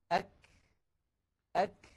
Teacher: الشدة والهمس في الكاف والتاء في زمنين متتاليين خلف بعضهما مباشرة وليس في زمن واحد، لأنه يستحيل على الإنسان أن يأتي بانحباس الصوت وجريان النفس في الزمن نفسه، وإنما هما خلف بعضهما هكذا أك أك.